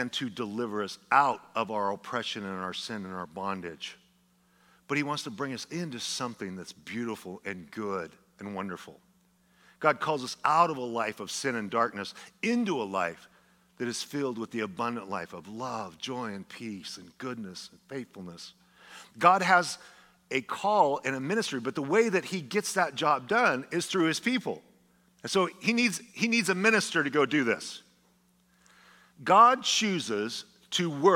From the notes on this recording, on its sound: A sermon delivered as part of the Anchored Series at Godspeak Calvary Chapel in Newbury Park, California on February 25, 2023.